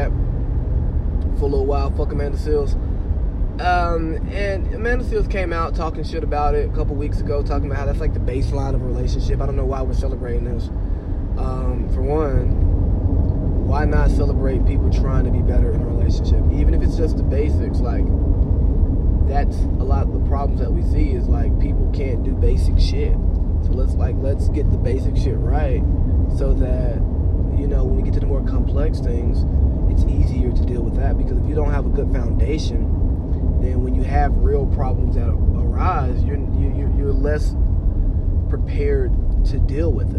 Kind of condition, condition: setting, inside a vehicle